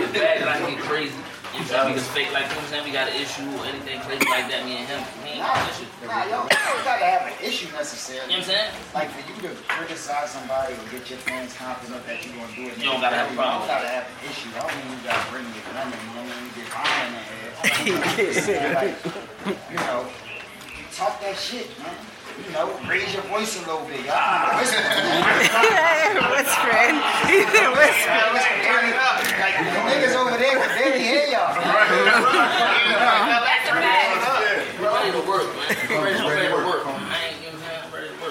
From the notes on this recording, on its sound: This was a video changed to MP3. Please excuse the poor sound quality.